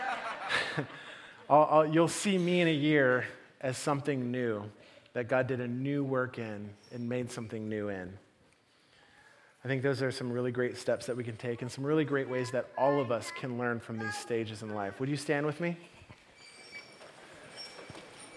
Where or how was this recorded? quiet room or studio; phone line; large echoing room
large echoing room